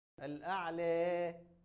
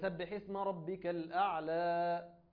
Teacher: المفروض إن الفتحة بتاعة حرف المد ده تبقى فتحة رأسية مش فتحة أفقية · Shown in: second take · من ناحية أقصى لسان، فيقول سبح اسم ربك الأعلى.